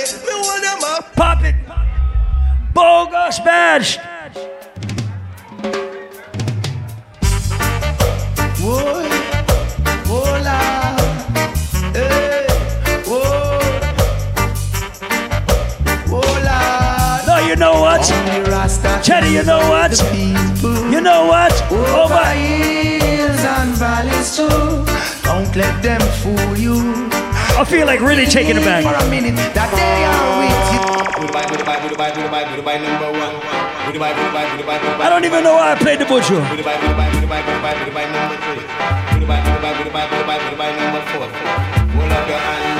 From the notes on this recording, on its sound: Recording of my segment at Island Saturdays on June 24th.